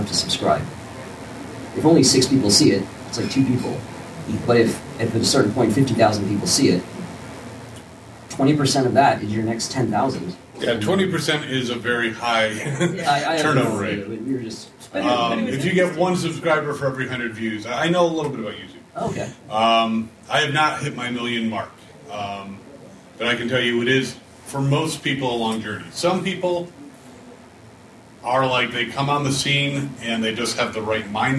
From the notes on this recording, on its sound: A Farpoint 2019 Con Panel.